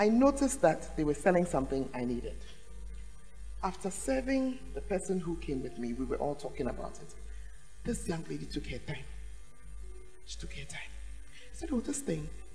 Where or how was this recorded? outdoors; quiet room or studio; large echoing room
large echoing room